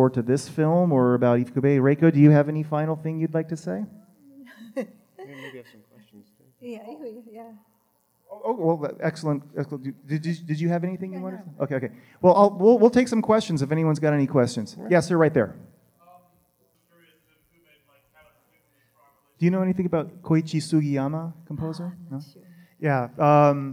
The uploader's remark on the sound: Live at G-Fest 2019.